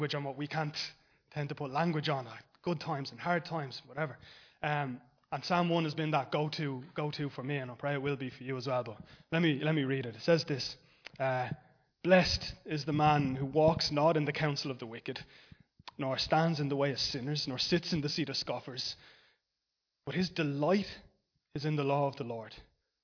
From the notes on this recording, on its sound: Recorded live in Liberty Church on 8 Jan 2023